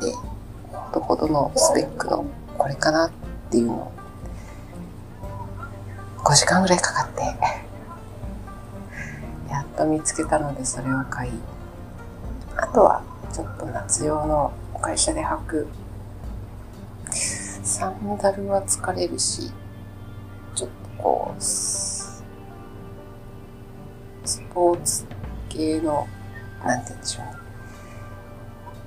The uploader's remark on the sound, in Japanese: 音声ちょっと悪いかも